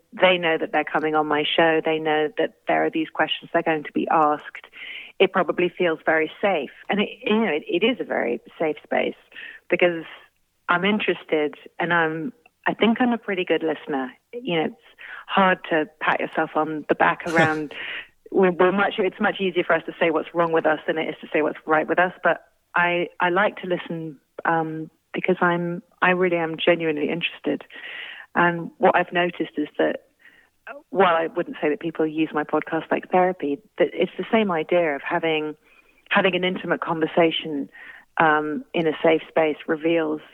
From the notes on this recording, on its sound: called in for a chat